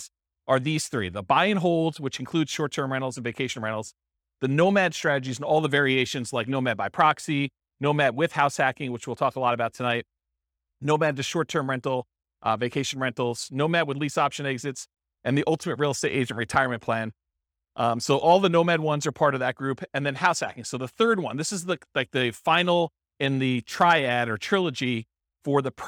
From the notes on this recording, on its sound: This was a live class recorded to give investors a solid overview of the house hacking real estate investing strategy.